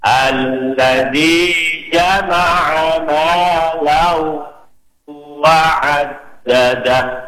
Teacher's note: Yang penting ja bukan ca ya. Tidak ada anginnya.